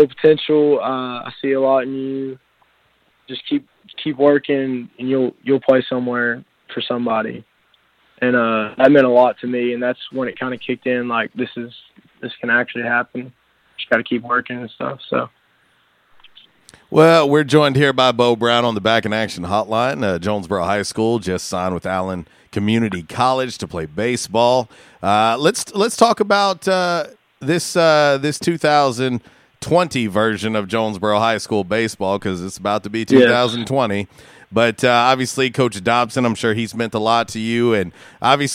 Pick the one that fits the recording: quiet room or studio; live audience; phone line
phone line